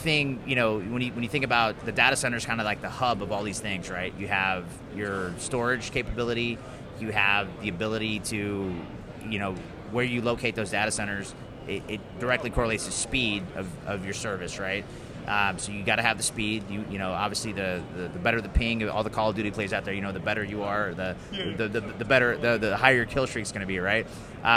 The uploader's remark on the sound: LIVE AT GSX